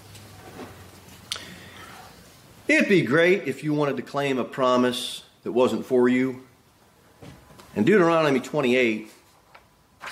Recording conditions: large echoing room